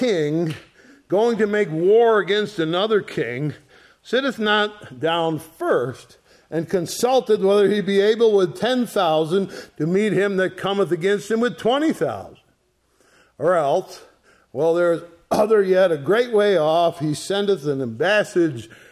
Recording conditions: large echoing room